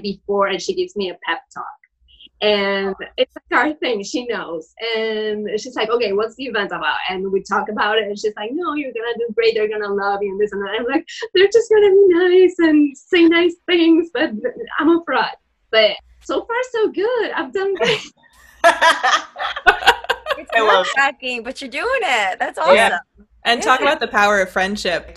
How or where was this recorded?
video call